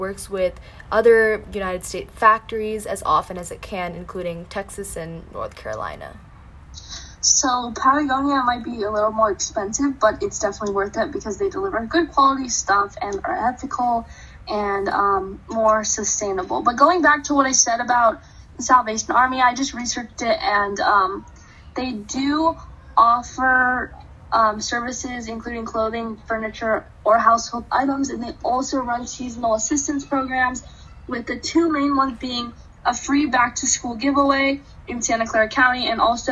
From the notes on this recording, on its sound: We recorded this episode via Zoom. Sorry for the audio quality!